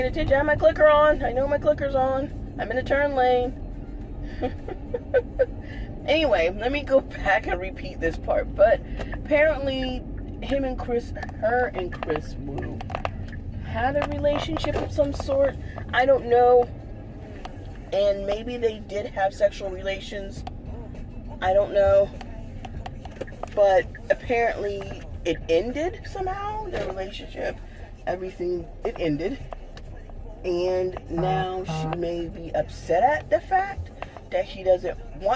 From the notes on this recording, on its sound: This episode was recorded in my car.